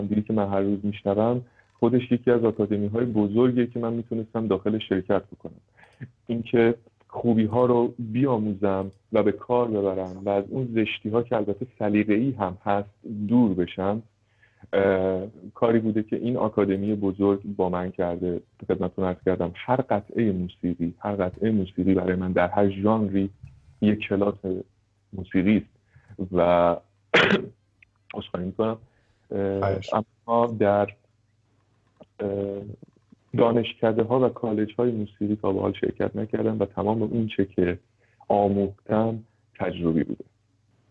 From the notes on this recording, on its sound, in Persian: مصاحبه زنده تلفنی با رادیو آزادگان. Radio Azadegan (Sweden).